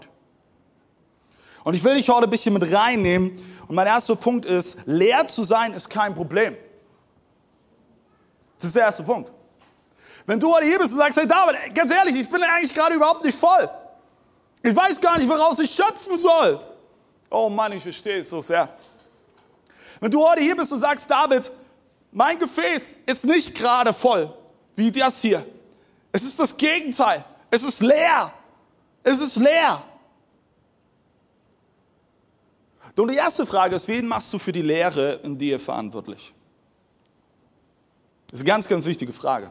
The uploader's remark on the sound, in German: Zeal Church Dresden. Audiomitschnitt der Predigt. Im Kurländer Palais in Dresden.